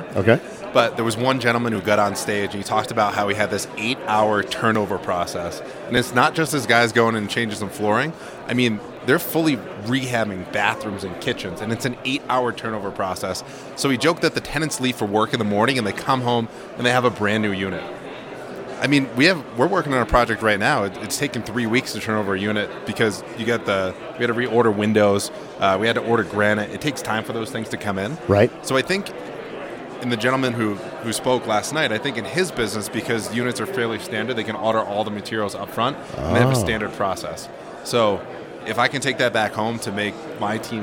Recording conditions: busy venue